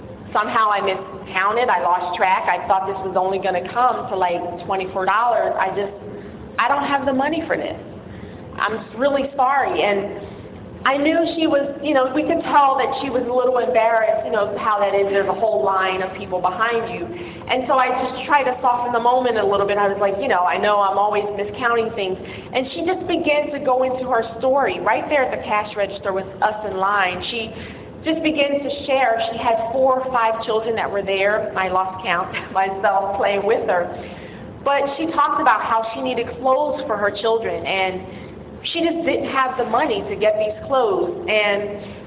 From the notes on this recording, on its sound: The following are audio clips of Sunday sermons at Power of One Community Church.